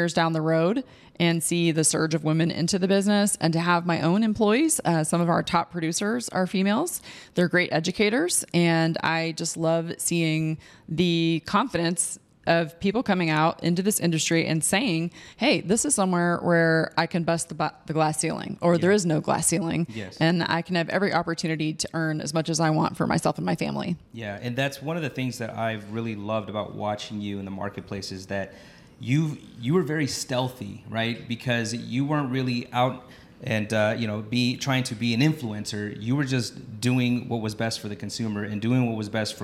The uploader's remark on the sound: Live from 8% Nation in Dallas! I was so honored to be able to sit down and speak with two trailblazers in our industry.